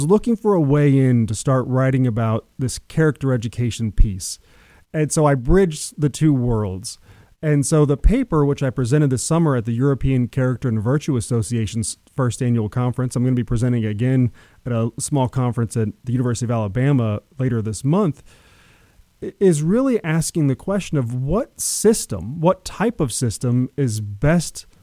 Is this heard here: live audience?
no